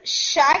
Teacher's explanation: شین کے اندر زبان کافی ساری درمیان میں سے، وسط اللسان کافی زیادہ ایریا جو ہے وہ اوپر کی طرف اٹھتا ہے اور روف آف ماؤتھ کی طرف جاتا ہے، اور اس سے साउंड आपकी आती है। इसमें बहुत स्ट्रॉन्ग हिट नहीं होता, यानी जबान जोर से ऊपर रूफ के ऊपर नहीं लगती, बल्कि जैसे या के लिए लग रही होती है आई। · Term: सॉफ्ट टच